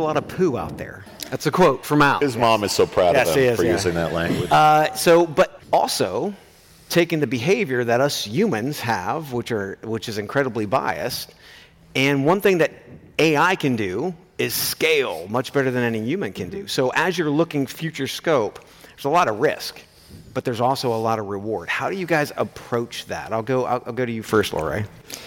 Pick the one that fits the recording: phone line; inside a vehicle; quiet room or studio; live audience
live audience